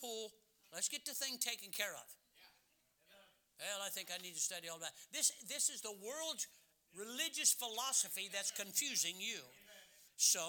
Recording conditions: large echoing room